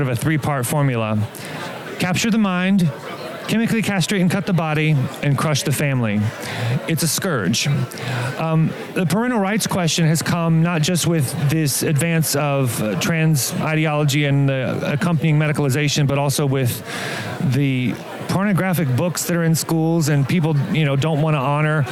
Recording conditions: busy venue